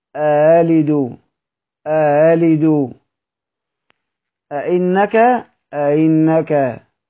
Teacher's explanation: وتجعل المكسورة بين الهمزة والياء المادية · Term: التسهيل